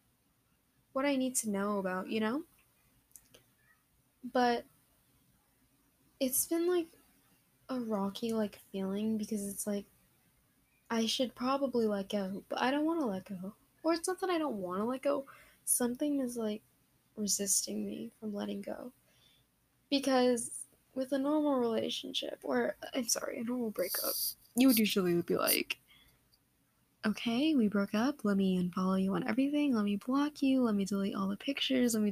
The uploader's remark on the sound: u can hear the mic moving AND NEAR THE END MY LAPTOP KEEPS GETTING NOTIFS